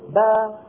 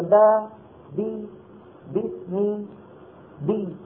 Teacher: الباء طلعت بتباعد الشفتين عن بعض وانتهت الباء